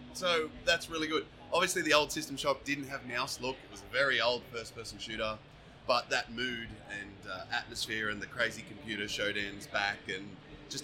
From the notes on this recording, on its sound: the P2 crew invaded PAX Australian en masse and in the process took over the Audio Technica Booth